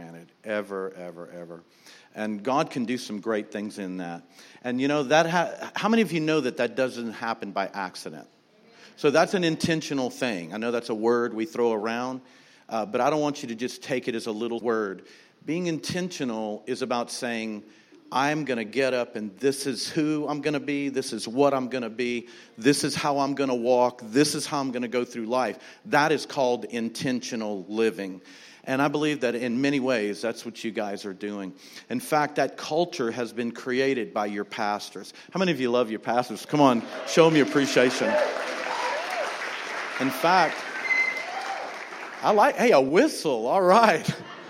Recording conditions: large echoing room